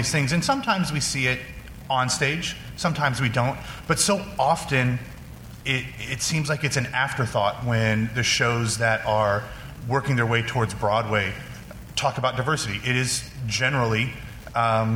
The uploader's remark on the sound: Live at BroadwayCon